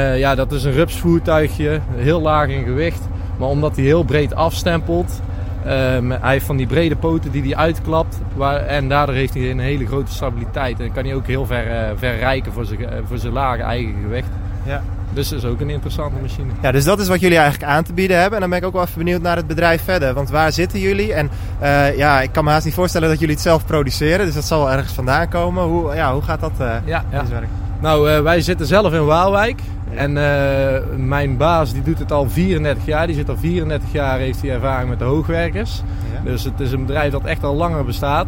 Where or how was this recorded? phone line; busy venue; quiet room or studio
busy venue